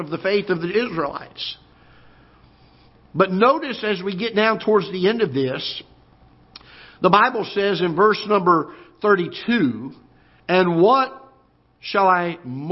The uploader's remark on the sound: Ketha Heights Baptist Church ~ Live Broadcast